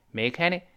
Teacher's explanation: make 和 Annie 自然连成了 Mechany · Term: 连读